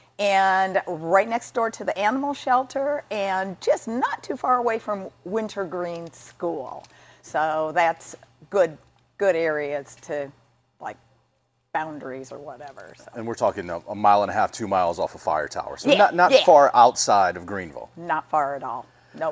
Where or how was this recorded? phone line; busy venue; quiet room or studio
busy venue